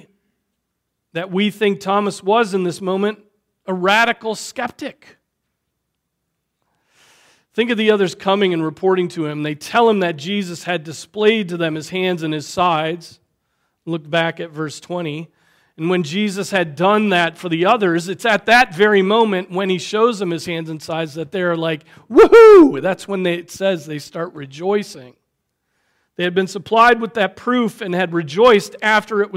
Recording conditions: large echoing room